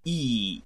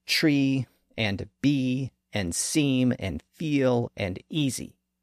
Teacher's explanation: Those are two different things because there's only one E sound, but as we'll see, it can be represented with several different letters. That E sound is made very high up in the front part of the mouth. It's the highest front vowel that we can make.